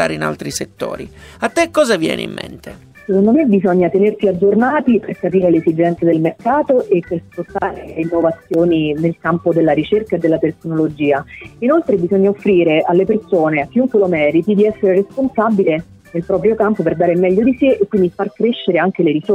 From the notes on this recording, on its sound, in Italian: al telefono